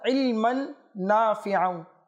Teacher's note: অনেকে আবার ইলমান পড়বে অর্থাৎ হামজা উচ্চারণ করবে, তো এটা সঠিক নয়, বরঞ্চ সঠিক হচ্ছে আইন অর্থাৎ ইলমান নাফিআ।